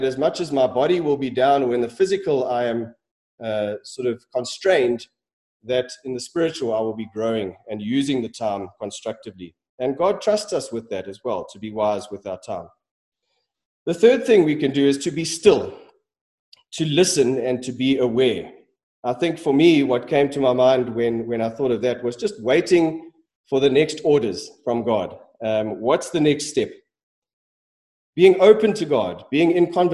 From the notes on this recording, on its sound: Sermon preached at Centre Church.